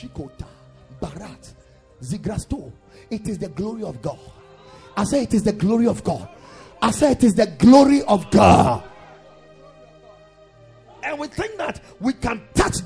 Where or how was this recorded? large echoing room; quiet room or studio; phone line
large echoing room